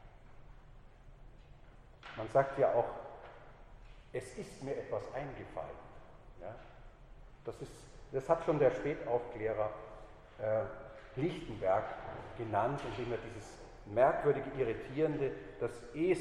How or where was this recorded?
large echoing room